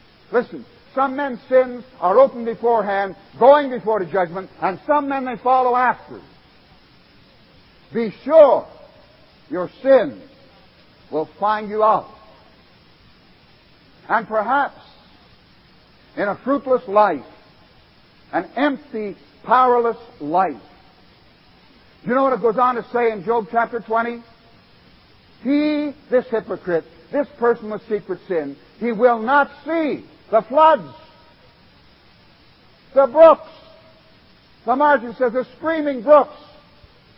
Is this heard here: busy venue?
no